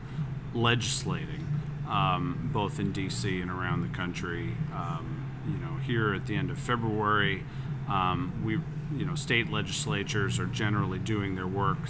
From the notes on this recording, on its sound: Franchise Leaders at IFA 2024 Part 1. Live at IFA 2024.